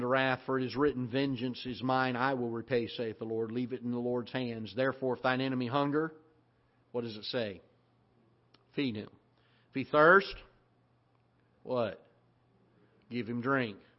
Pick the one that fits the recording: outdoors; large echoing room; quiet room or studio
large echoing room